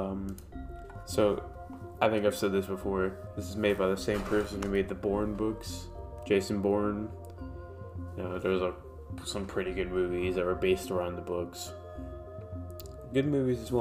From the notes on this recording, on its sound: I'm using audicity to record my audio because when recording via the website the audio sounds terrible. If you hear some rough cuts or background static then it's me messing with audio design.